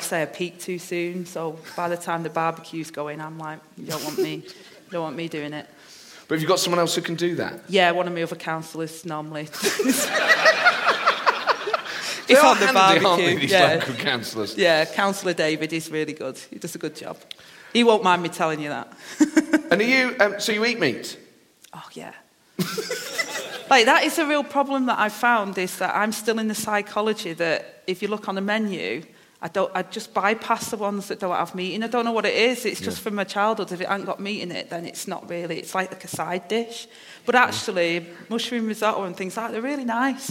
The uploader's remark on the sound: LIVE at the Edinburgh Festival